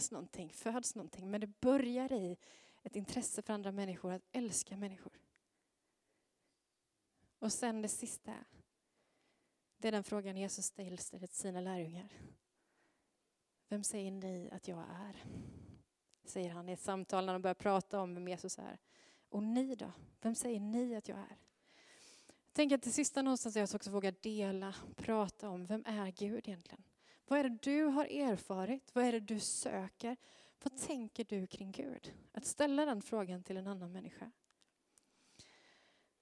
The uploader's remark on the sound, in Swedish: Inspelning från Möte:Mission i Immanuelskyrkan Skövde.